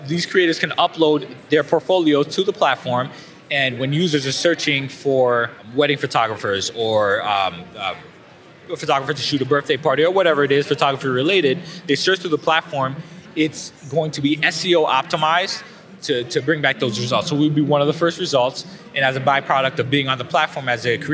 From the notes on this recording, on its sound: A Walk through PhotoPlus Expo 2017. It is the largest photography and imaging event in North America. It is at the latter at whom we aimed our microphones as we wandered around the Expo floor.